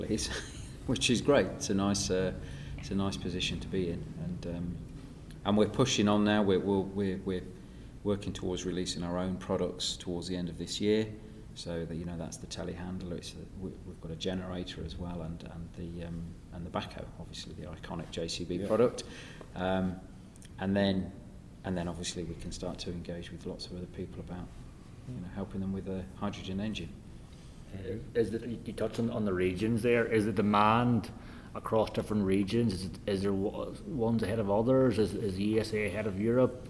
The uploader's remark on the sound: Recorded with JCB at CONEXPO-CON/AGG in Las Vegas.